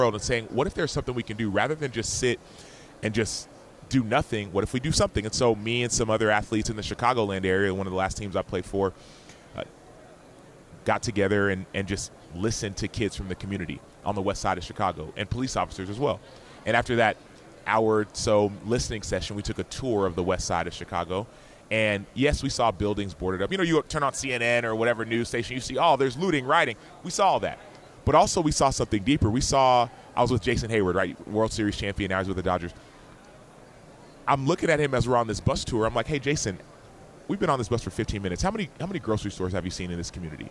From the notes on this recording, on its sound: Extra Point live from Super Bowl Radio Row.